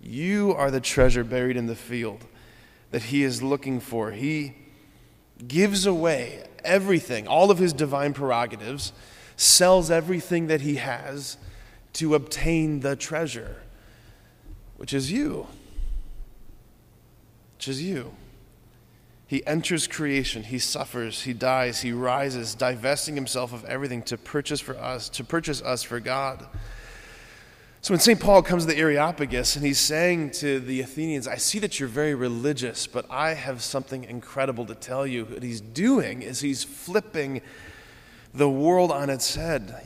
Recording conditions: large echoing room